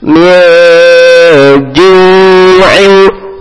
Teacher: berdengung dan siap-siap masuk huruf jim · Term: Ikhfa